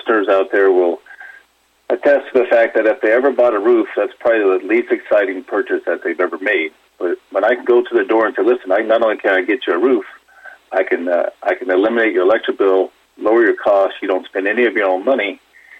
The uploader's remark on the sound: called